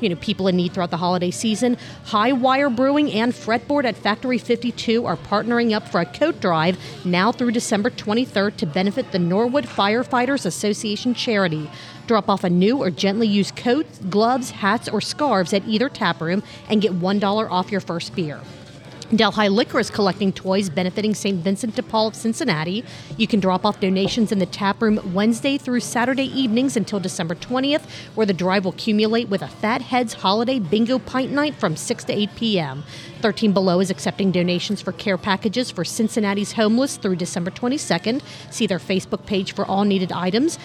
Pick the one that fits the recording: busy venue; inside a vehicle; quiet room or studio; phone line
busy venue